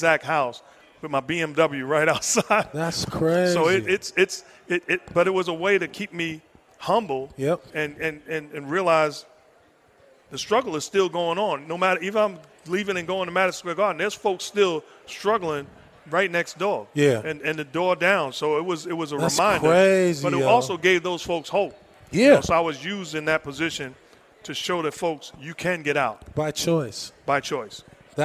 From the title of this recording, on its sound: Recorded at Summer League